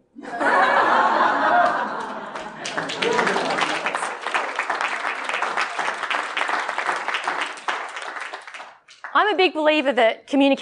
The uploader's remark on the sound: This is the raw recording of the Toastmasters D73 Convention workshop